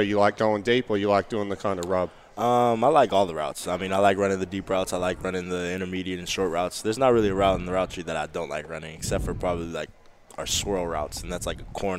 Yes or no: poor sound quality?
no